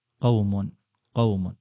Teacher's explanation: مد اللين ومد حركة واحدة